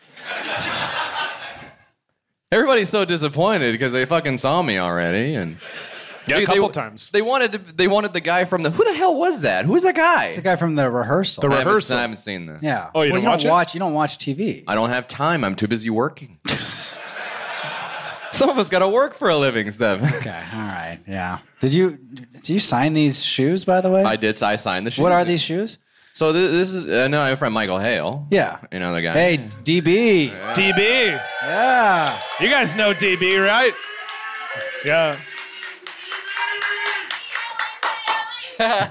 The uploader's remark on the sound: On the very first live edition of Blocked Party. In Vancouver for a show in front of 110 of the podcast's finest fans. Having a live audience there.